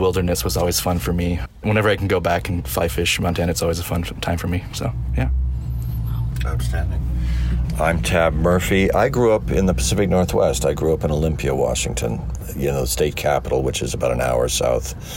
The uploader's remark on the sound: This episode was recorded inside an old Land Rover Defender 110 (the portable recording studio) parked in front of the Roxy Theater during the International Wildlife Film Festival.